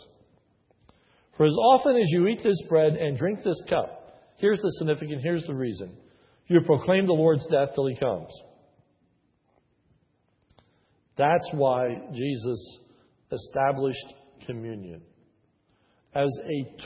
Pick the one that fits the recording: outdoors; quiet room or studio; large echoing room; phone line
large echoing room